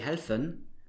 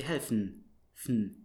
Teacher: at least in standard German, you would not produce the E · Shown in: second take